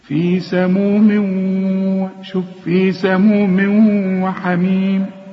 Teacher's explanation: في سموم وحميم هنا في غنة، والواو من حروف الإدغام، وكأن الواو عليها الشدة